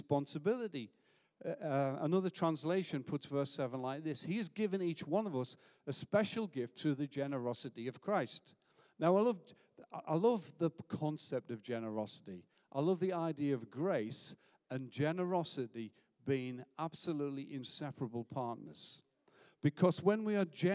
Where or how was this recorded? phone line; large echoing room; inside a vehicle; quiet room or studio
large echoing room